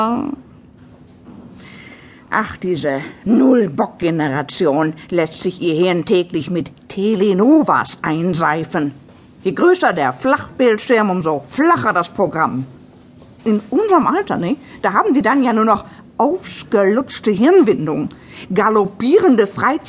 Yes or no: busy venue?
no